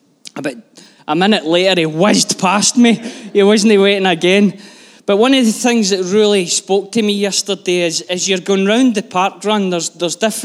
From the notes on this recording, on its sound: Live from our Sunday gathering on 05/02/23